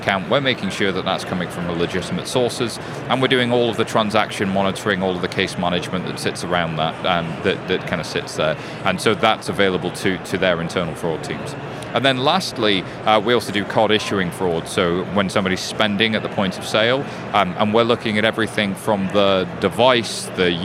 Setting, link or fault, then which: setting, busy venue